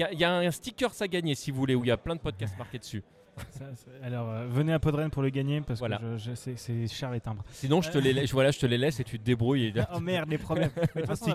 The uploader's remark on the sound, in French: Enregistrement pirate à PodRennes 2023. À PodRennes 2023 pour enregistrer un peu dans un coin ce nouvel épisode de Blind Test!